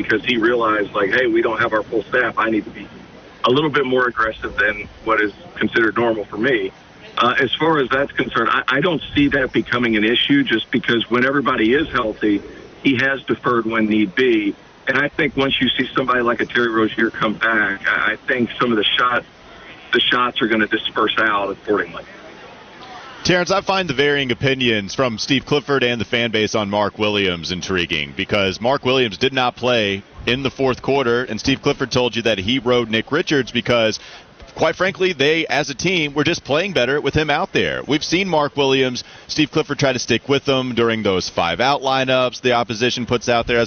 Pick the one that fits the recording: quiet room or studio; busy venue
busy venue